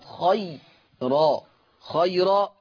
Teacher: طيب ترقيق الراء، كلمة خيرا، خيرا، الراء هنا مرققة ليه؟ لأنها راء مفتوحة وقبلها ياء ساكنة